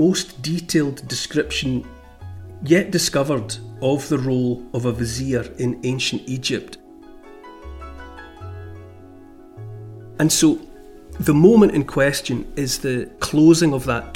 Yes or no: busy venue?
no